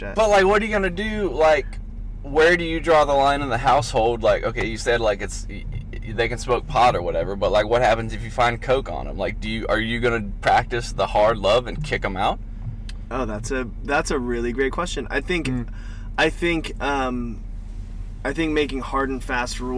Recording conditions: inside a vehicle